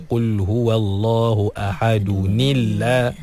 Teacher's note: Dan bila kita baca dengan baris bawah pada tanwin tu, automatik lafzul jalalah dinipiskan, ditarqiqkan. Jadi asalnya tebal Allahu.